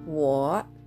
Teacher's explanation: WO の第三声で低く沈む音になります